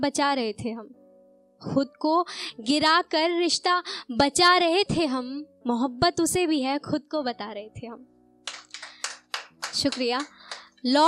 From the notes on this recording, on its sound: The podcast that brings you the best audio performances from our weekly poetry events.